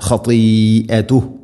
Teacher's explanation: മദ് മുത്തസിൽ, നാലോ അഞ്ചോ ഹർക്കത്തിൻ്റെ ഖദർ നീട്ടേണ്ട മദ്ദാണ് ഇത്. മദ് മുത്തസിൽ വാജിബാണ്.